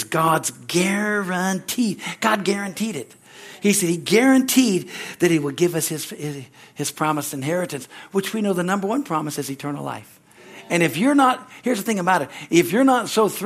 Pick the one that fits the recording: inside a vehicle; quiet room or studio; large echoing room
large echoing room